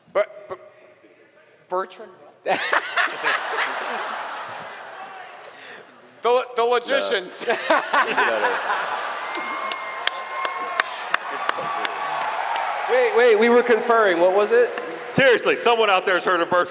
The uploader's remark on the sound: RTX 2019 Live! A mind-bending, genre-jumping live comedy extravaganza.